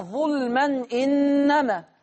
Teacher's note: هنقل الكسرة بتاعة الهمزة ووديها على التنوين